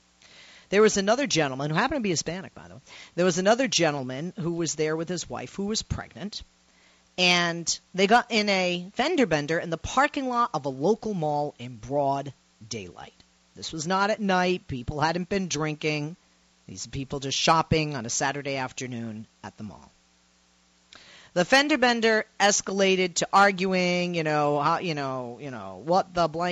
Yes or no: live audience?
no